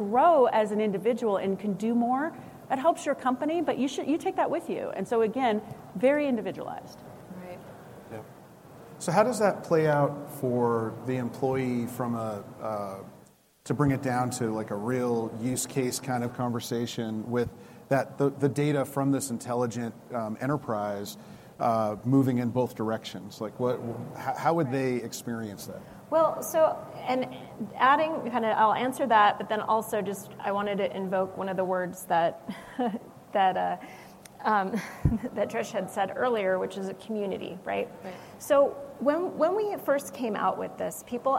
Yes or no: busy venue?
yes